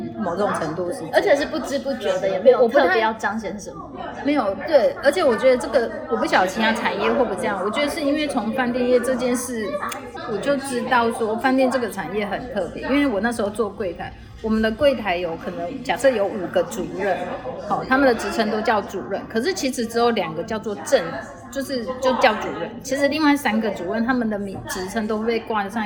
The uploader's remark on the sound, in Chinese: 本集錄音現場環境較為吵雜，但內容精彩難以割捨，因此已盡量作最大降噪的處理